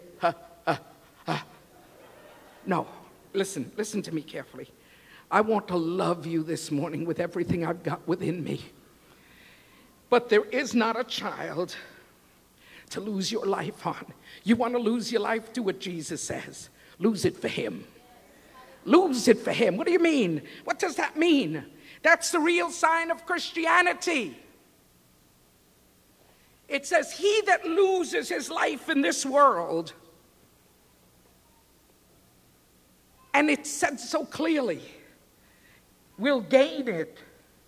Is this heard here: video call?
no